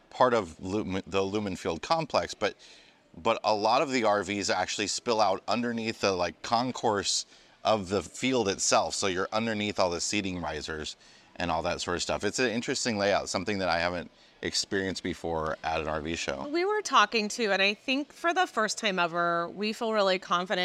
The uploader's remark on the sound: In this episode we come to you live from the Seattle RV Show